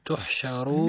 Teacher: الراء مفخمة لأنها كانت متحركة بالضم